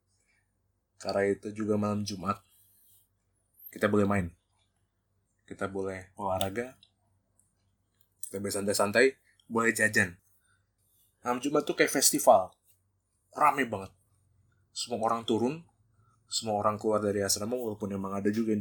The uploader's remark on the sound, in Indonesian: Karena masih baru belajar audio editing, rekaman kali ini agak pipih dan sengau suara nya...